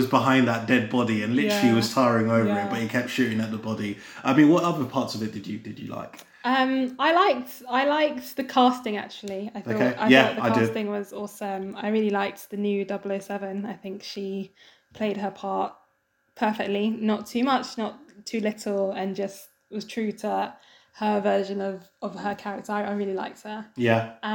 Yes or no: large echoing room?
no